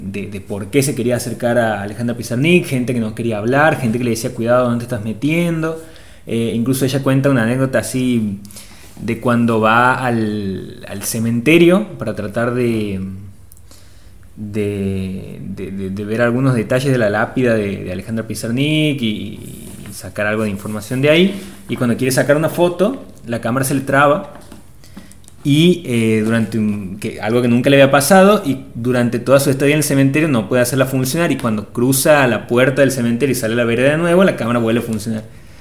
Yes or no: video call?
no